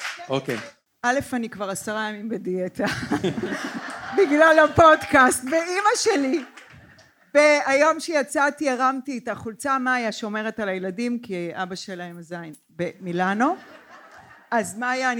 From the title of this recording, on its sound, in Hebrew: לייב בצוותא